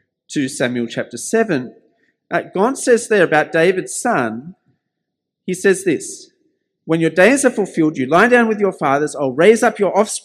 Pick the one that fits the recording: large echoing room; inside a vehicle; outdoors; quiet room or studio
large echoing room